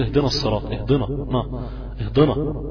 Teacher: اهدنا النون، عشان انت بتستعد للصوت بتاعت الصراط، فبتقوم مفخم النون